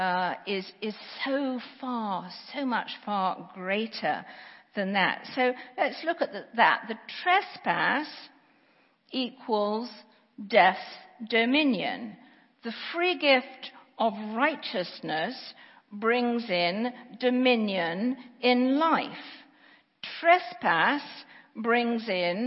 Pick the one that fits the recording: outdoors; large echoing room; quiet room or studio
large echoing room